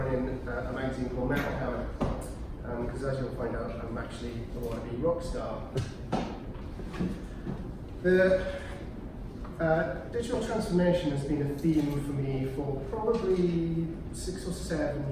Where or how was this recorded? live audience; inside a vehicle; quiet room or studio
live audience